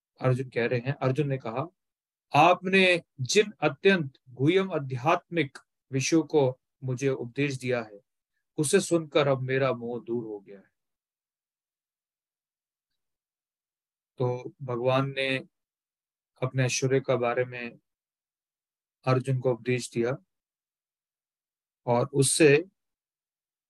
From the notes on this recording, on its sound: Zoom recorded session